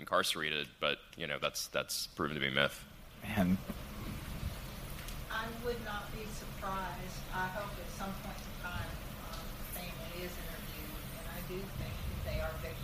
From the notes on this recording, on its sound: We're live at Crime Con 2018 in Nashville.